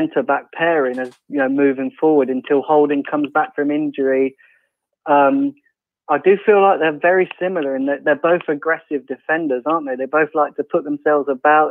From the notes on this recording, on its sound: The Fans Phone. Streamed LIVE.